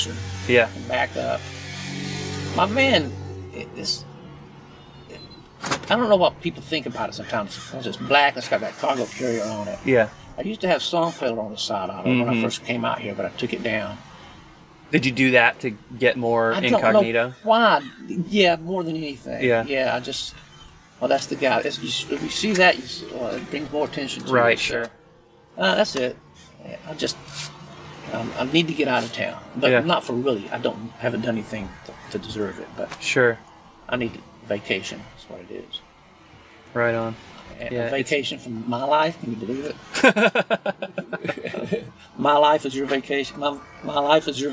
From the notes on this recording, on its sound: From the van. As he departs Encinitas in the new year headed for Rubber Tramp Rendezvous.